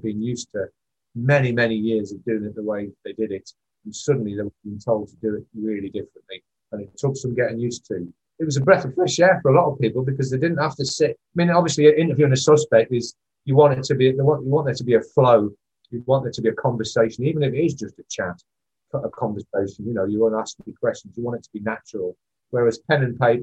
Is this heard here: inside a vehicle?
no